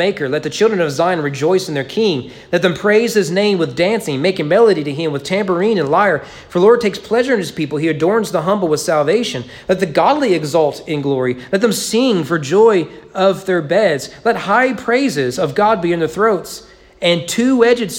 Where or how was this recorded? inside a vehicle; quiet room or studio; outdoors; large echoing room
large echoing room